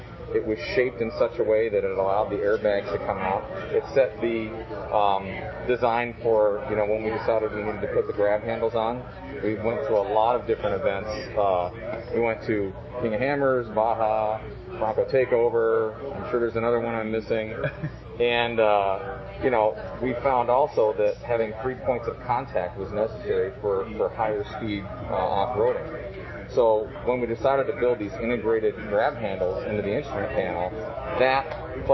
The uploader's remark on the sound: Sorry about the audio quality, we were outside and all wearing masks